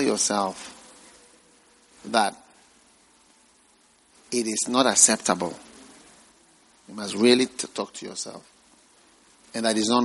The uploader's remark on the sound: Preached at the Gathering Service, First Love Church.